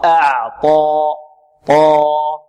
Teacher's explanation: نرق الهمزة والعين ونفخم الطاء